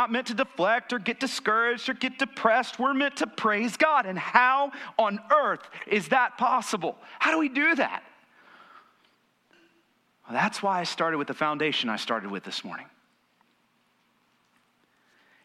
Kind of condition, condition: setting, large echoing room